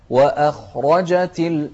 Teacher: وأخرجت، شوف الهمزة أيضا مرققة لكن الخاء بعدها مفخمة، فنوضح، وأخرجت، شوف الخاء كذلك الراء بعدها مفخمة